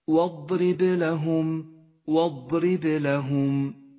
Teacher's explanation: واضرب، ولاحظ أن الواو حرف مرقق والضاد حرف مفخم، وهو هنا مدعوم بصفة الاستطالة ليتقوى ويتوضح، والراء مرققة لأنها مكسورة، والباء لونت بالأزرق الفاتح إشارة إلى صفة القلقلة، وهي هنا قلقلة كبرى لأنها في آخر الكلمة